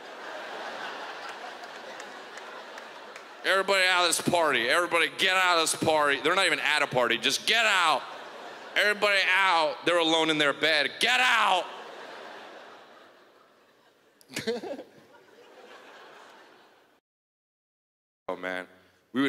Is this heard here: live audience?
yes